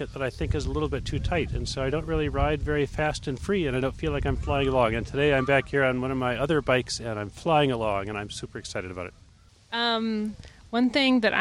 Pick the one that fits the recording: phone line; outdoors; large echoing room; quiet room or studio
outdoors